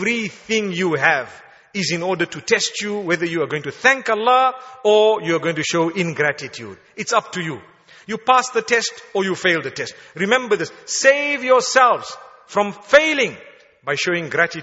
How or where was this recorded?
large echoing room